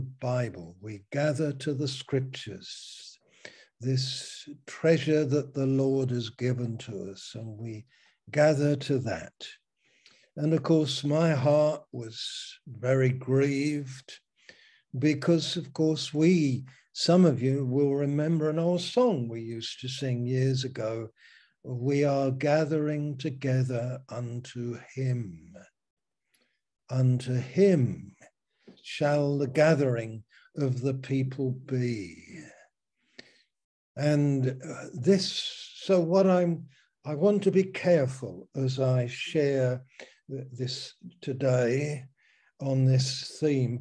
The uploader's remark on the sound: Malaysia Meets (Zoom)